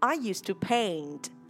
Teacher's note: nó là được cấu thành bởi nguyên âm e i, mình đọc là a pay và mình đánh cái chữ n và chữ th ở âm đuôi ra.